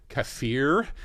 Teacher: accentuating the word fear in the second syllable